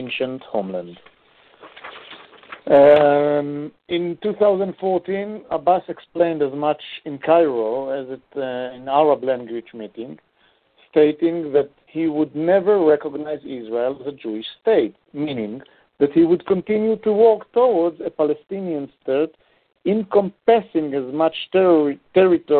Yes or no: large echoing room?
no